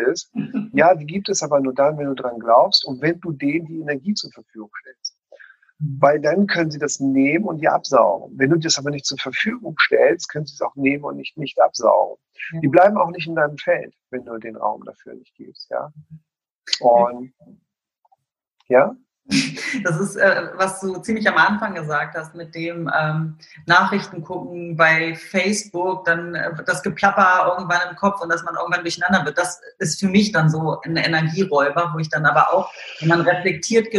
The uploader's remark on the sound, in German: In dem Interview, was wir aufgrund der aktuellen Situation über zoom gemacht haben